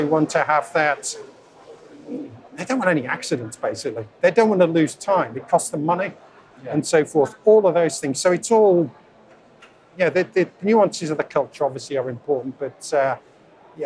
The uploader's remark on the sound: On the first day of the Offshore Europe Conference.